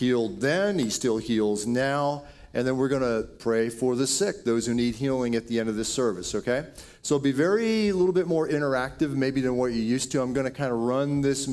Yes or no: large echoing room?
yes